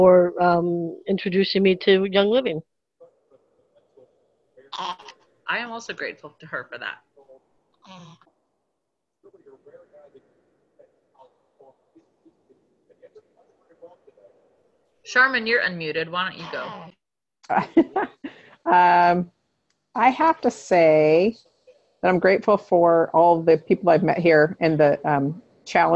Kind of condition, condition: link, video call